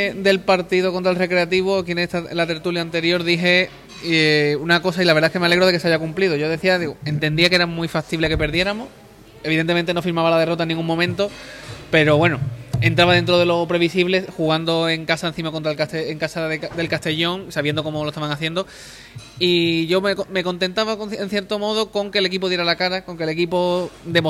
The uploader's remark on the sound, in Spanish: emitido en directo desde La Puta Calle de Plaza Andalucía